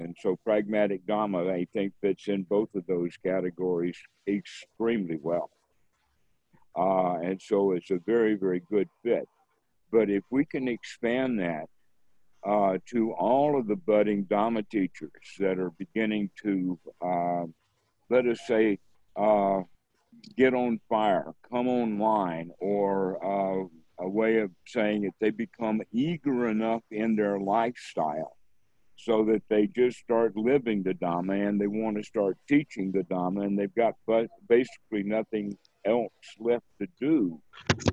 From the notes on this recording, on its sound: Zoom Call.